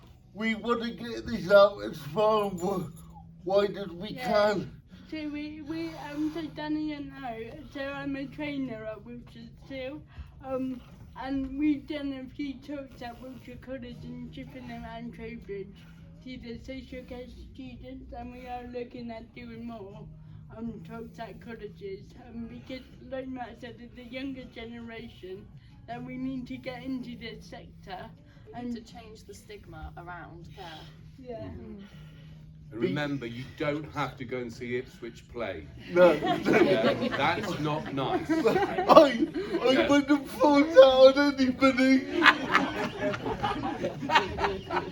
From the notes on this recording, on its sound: The Q&A sessions from our Kandu Arts Reel Cinema film festival, that took place last Friday in Reel Cinema Chippenham.